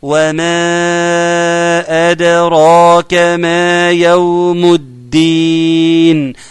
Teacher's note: طبعا المد هيمد بمقدار 4 حركات